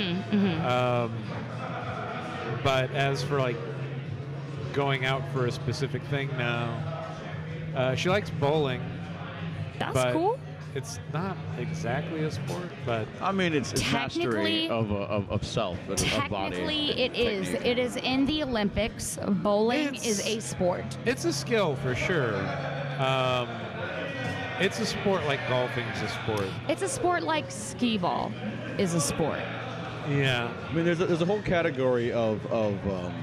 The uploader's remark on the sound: Live from the floor of Free Play Denton.